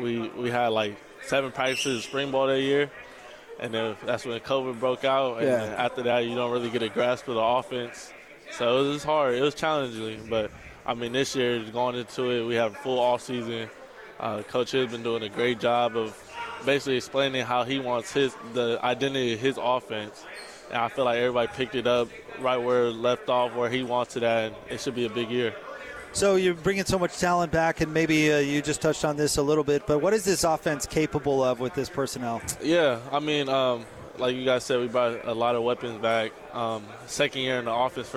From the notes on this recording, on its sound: LIVE from Pac-12 Media Day in Los Angeles, CA.